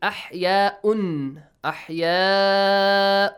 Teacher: You must stretch it for 5 to 6 counts because you have the Hamza and the Alif mad in the same word. أحياء، there is an alif mad, alif, and un hamza.